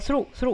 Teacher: through 这个词呢有一个 th 我们说看到 th 舌头呢就下意识的伸出来去摩擦去碰触上排的牙齿然后再去送气 through 因为这里面是一个清辅音所以我们送气哈 through through 大家注意长元音 u 哈这里面呢是有一个滑动感